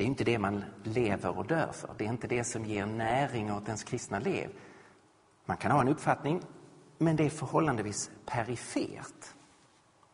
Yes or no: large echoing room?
yes